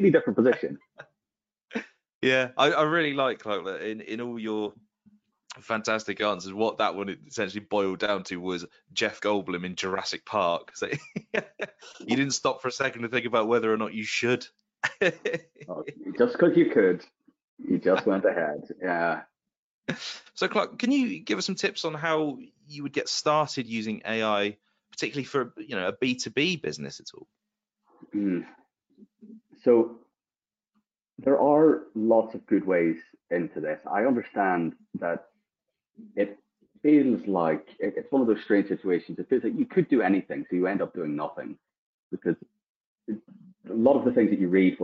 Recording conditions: video call